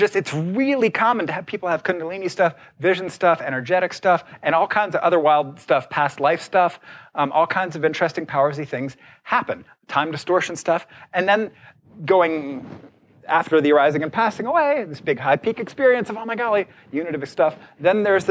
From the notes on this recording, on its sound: Keynote from the 2014 Buddhist Geeks Conference.